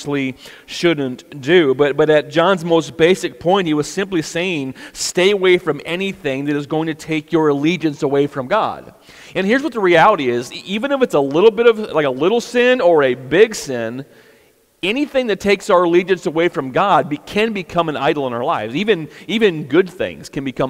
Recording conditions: large echoing room